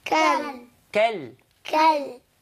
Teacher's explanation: كالعهن كالعين بتبدأ كاف فتحة كا كاف فتحة كا. ألف وصل لا تنطق، لام سكون قمرية حكمها الإظهار